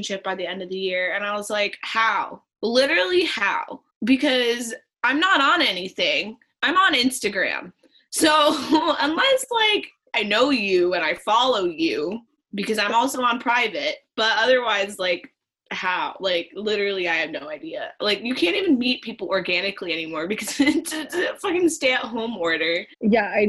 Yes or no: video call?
yes